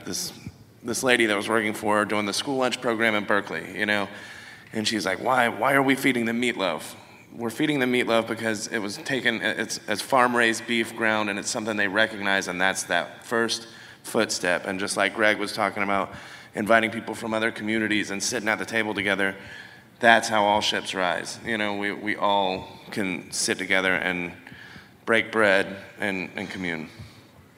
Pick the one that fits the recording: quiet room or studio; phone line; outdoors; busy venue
busy venue